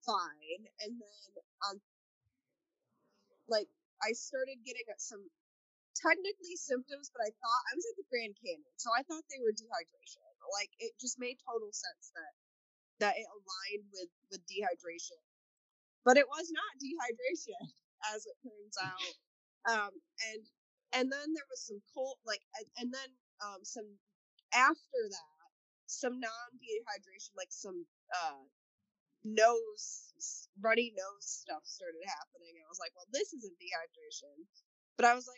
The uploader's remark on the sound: The audio may be a bit funky. This episode was recorded remotely.